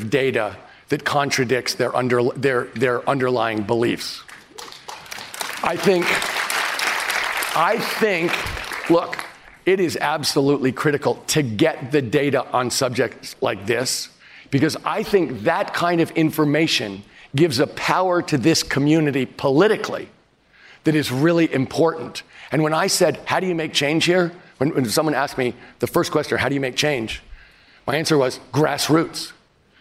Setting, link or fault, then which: setting, live audience